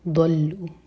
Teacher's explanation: من دون اللہ قالوا ضلوا، ضاد ہے بھی، دلو نہیں کہنا، ضاد ہے، یہ زبان کے سائڈ سے پڑھیں گے